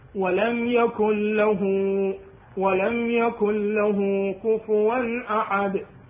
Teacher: أبين الهاء تنطي حركتين هذا مد هنا مد صلة صغرى